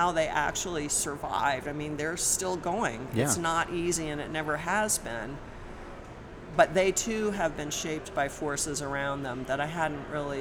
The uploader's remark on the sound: recorded in Denver during the Great American Beer Festival